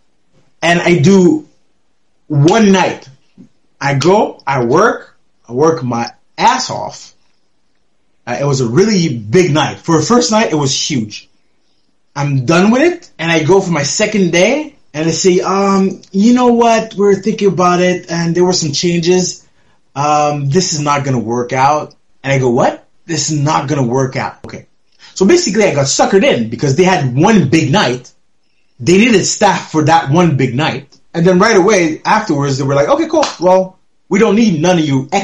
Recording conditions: poor sound quality